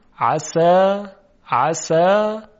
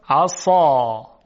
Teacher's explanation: پس فرق سین و صاد در حال حاضر درشتی صدا هست